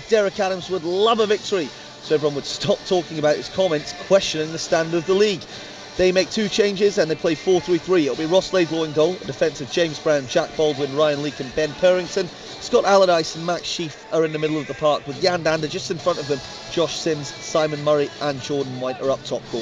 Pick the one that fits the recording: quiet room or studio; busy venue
busy venue